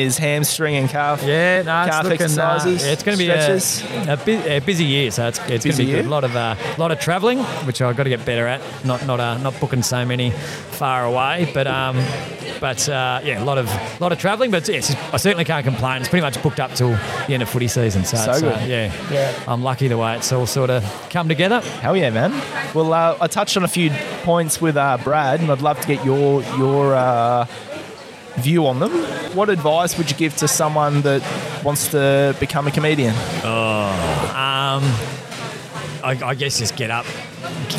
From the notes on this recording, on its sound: Today we ventured outside the studio. At the Shepparton Brewery prior to there comedy gig.